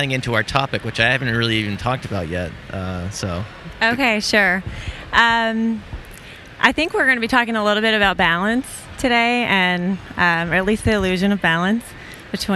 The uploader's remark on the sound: This conversation was recorded in-person at the 2019 Association for Behavior Analysis International conference that was held in Chicago